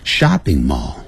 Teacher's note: 那 shopping mall 的声音呢在 shopping 比较高， mall 那就比较低